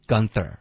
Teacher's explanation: gun 结尾的 n 呢，大家咬舌尖，gun 发这个 n 的音，这样你发 ther 的时候呢，你的舌头已经碰到上齿了。Gunther，舌头就弹到嘴巴里面，卷舌。Gunther。你看这个英文中啊，n 连到 th 的发音